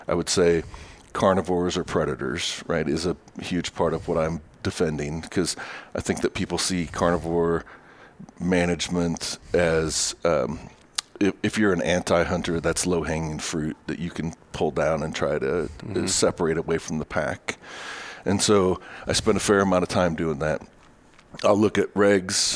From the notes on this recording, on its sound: while at the Western Association of Fish and Wildlife Agencies conference